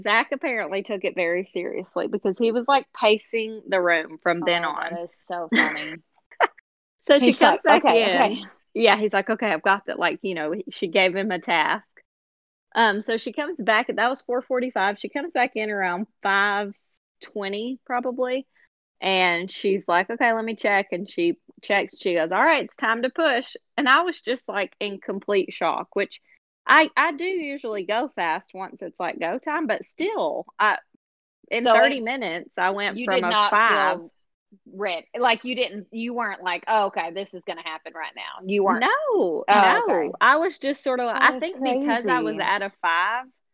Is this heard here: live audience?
no